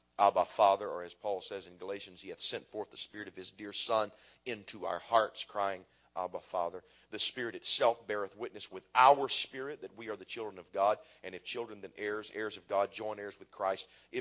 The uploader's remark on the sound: preaches in Burr Ferry, LA River of Living Water Conference